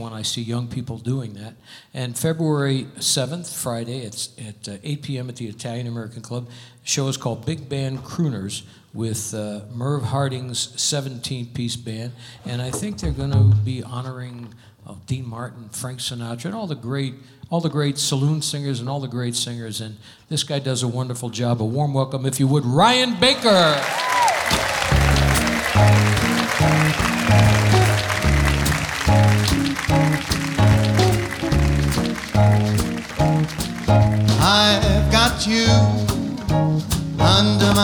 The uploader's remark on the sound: Live at the South Point Casino